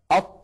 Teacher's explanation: نجد بأن قطعة من اللسان قد انطبقت على غار الحنك الأعلى. ولما نقول أض أيضا نلاحظ هذا الأمر. · Term: الإطباق